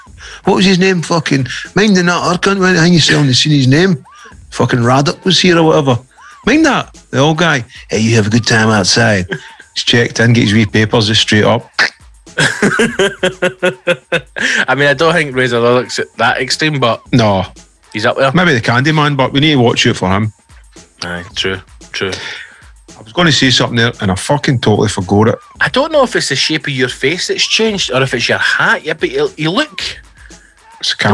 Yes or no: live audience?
no